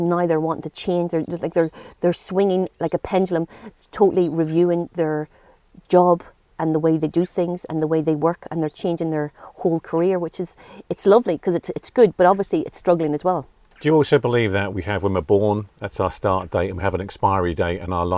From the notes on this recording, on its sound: On this episode I travel just outside Clonmel to gorgeous Goatenbridge. Recorded in her Healing Garden.